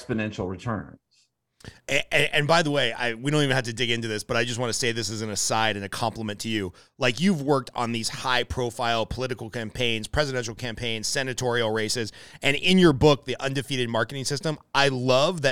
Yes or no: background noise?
no